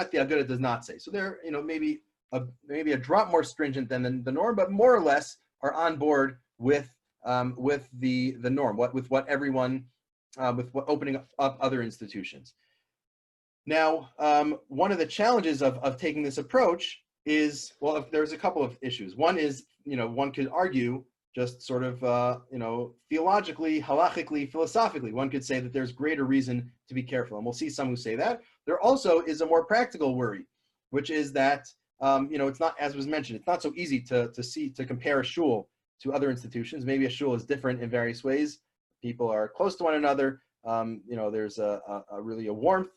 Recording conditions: video call